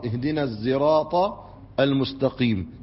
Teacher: وقد تشم الصاد صوت الزاي، وقد تشم الصاد صوت الزاي، نأتي بالزاء بالزاي مع الصاد اهدنا الزراط المستقيم.